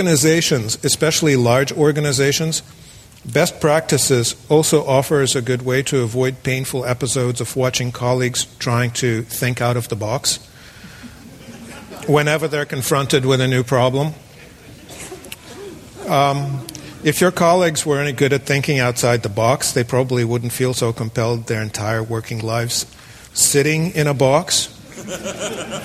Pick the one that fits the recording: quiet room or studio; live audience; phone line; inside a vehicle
live audience